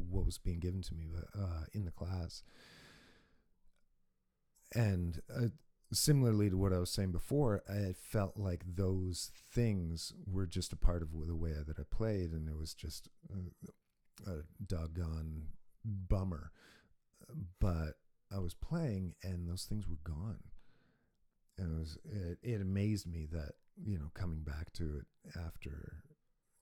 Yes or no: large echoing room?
no